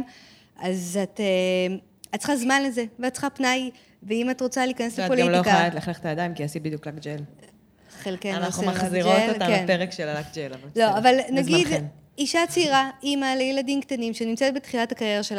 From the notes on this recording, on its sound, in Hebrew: בפרק מיוחד בפודקאסט שלראשונה הוקלט בשידור חי במסגרת אירועי שבועות של ארגון ׳אלומה׳ ועיריית הוד השרון.